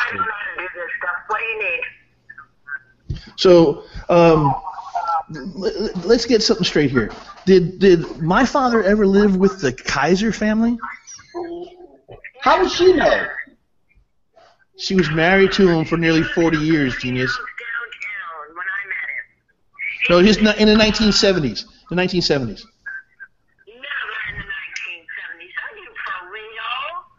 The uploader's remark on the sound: The first ever live Hangout on Air for the show.